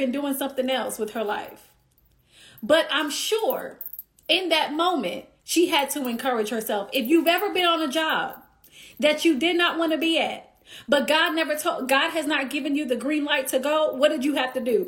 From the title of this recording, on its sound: Instagram Live